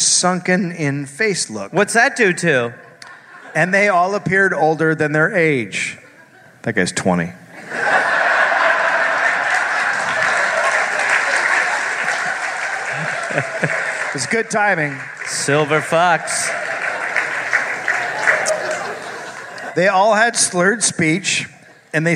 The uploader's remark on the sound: Live in NJ. Live from Sayreville, NJ.